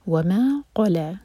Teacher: قاف ہیوی منہ بھر کر پڑھا جائے گا، اور ایک حرکہ لمبا ق ل، تو لا نہیں ہوگا، لام لائٹ رہے گا، قاف ہیوی ہوگا.